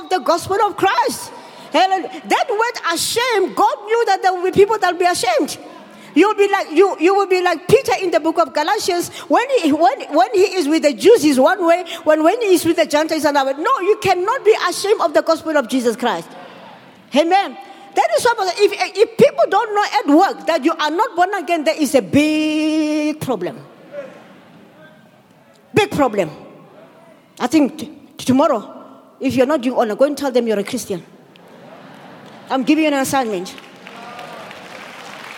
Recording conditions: large echoing room